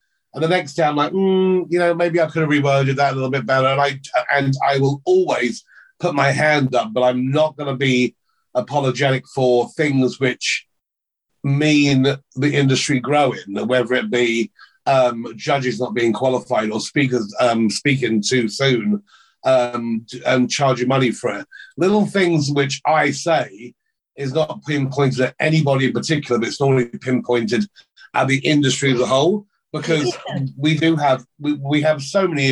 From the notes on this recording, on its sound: our zoom interview